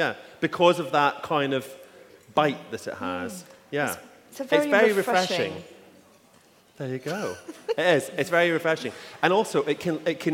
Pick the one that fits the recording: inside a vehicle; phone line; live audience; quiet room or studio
live audience